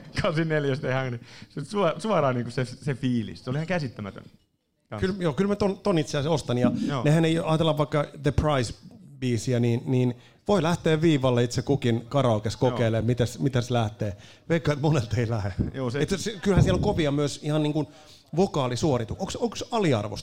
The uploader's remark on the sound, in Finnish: Jakso on tallennettu sataprosenttisesti livenä elävän yleisön edessä Ravintola Bar'kkissa.